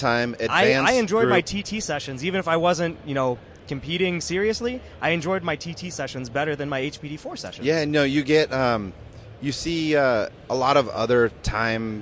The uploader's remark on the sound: live from the 2015 SEMA show